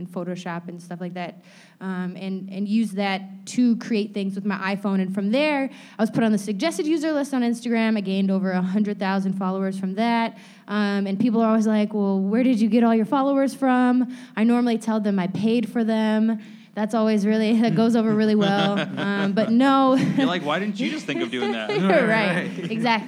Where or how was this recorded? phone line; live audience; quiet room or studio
live audience